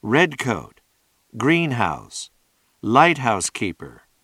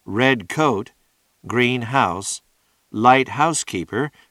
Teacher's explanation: have the primary stress on the first part of the compound · Shown in: first take · Term: compound stress pattern